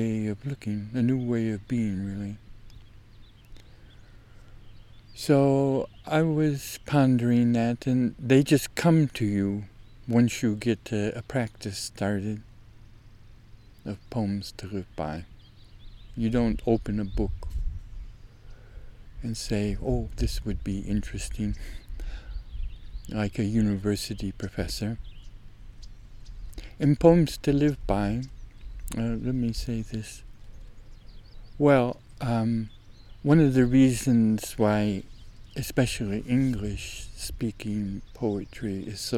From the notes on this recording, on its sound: Out doing May high-country photography fieldwork, still early in the morning, a pause a while, and start a new series of recordings, POEMS TO LIVE BY. Please excuse two little windy waves in the recording... Whitebark Pine Country, May aspect, SOUTH #WALLOWAS, #OREGON.